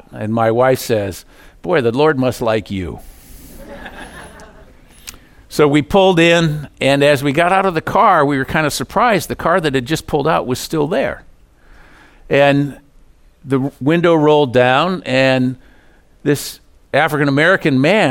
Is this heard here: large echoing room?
yes